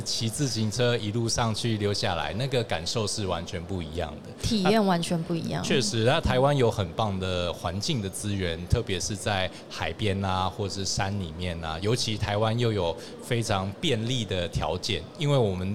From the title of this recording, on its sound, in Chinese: 2022 Taipei Cycle台北國際自行車展-Live Podcast